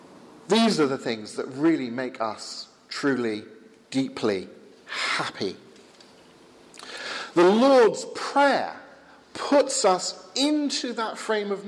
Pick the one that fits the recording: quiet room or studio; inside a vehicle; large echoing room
large echoing room